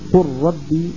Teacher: كل القراء أجمعوا على إدغام هذه اللام في هذه الراء